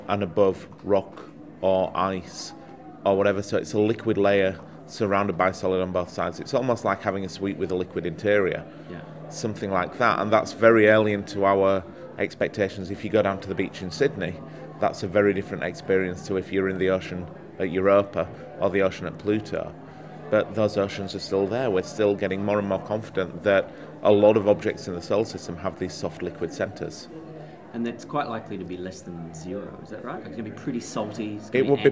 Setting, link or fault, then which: setting, busy venue